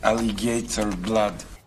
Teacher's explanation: So Russian-speaking English will sometimes stick a little y sound in.